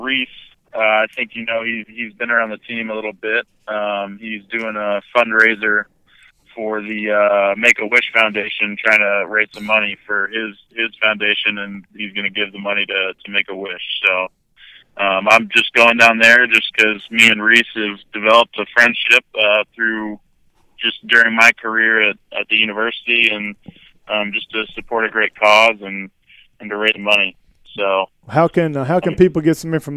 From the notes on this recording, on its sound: received a phone call in the middle of the recording session